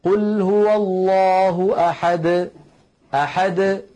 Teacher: العلماء رحمه الله بيّنوا وميزوا بين نطق حرف القلقلة إن كان آخر حرف في الكلام، وبين نطقه إن كان ضمن الكلام، يعني مثلا لما يقول الفم قل هو الله أحد أحد، ليس بعد الدال حرف، فالدال وقلقلتها تخرج واضحة جلية